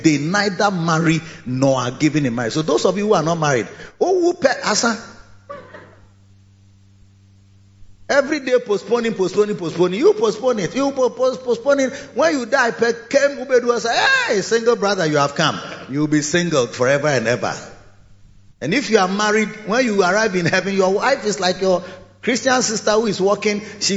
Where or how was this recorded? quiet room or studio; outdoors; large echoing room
large echoing room